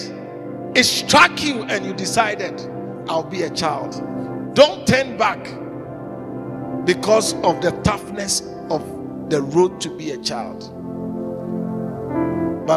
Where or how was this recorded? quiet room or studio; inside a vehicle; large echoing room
large echoing room